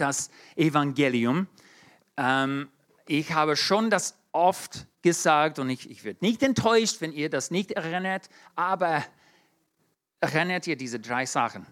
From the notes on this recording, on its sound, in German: 2022 in der Gemeinde Kaleo Schopfheim aufgenommen.